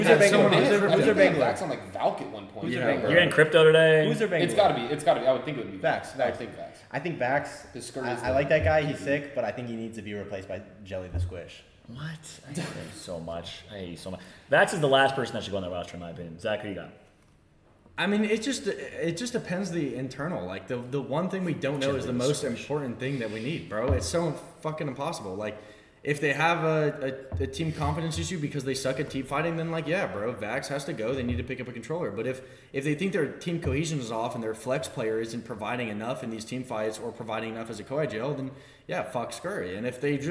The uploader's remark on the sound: LIVE FROM BIRMINGHAM DAY 2